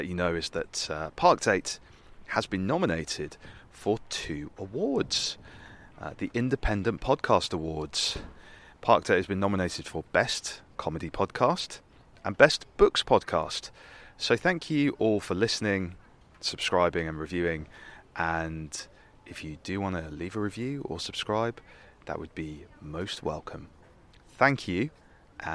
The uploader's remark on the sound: Talk in the park outside the Imperial War Museum in London. We saw a Tibetan Peace Garden and a Soviet War Memorial and a section of Berlin Wall!